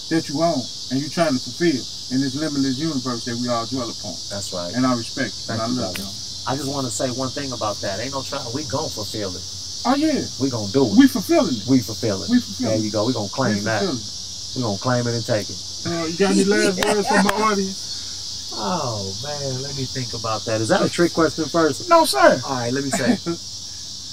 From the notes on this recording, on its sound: Hang Out in the Urban Born Garden